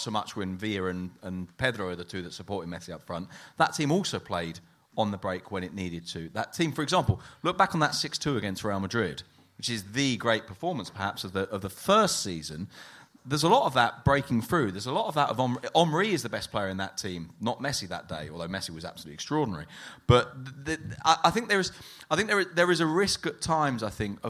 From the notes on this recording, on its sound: La Liga Live At The Sugar Club, Dublin.